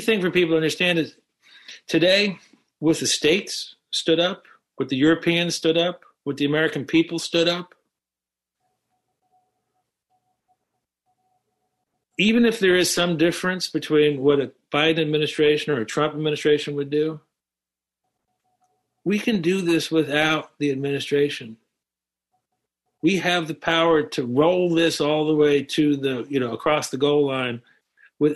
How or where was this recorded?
video call